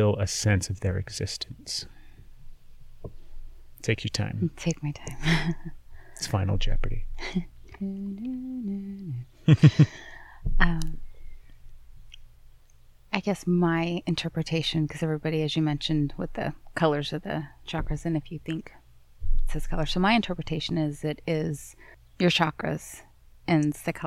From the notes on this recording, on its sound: We recorded the episode outside in our beautiful backyard, another first for the podcast, and answered some listener questions as well.